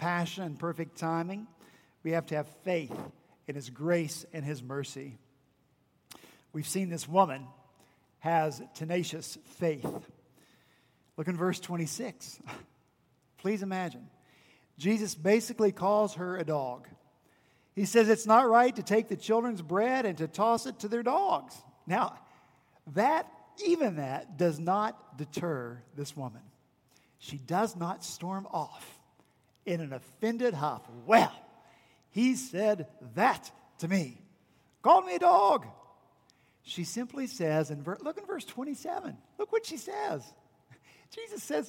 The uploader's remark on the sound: at Redeemer Presbyterian Church in Charleston, SC